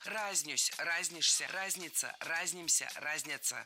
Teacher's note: до сих пор во всех словарях в этом глаголе ударение падает только на первый слог. Во всех формах.